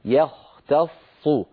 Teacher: الياء مرققة، الخاء مفخمة، التاء مرققة